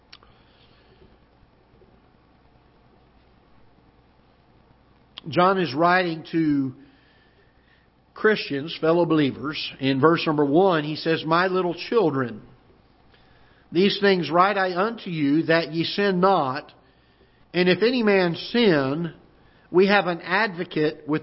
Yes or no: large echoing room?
yes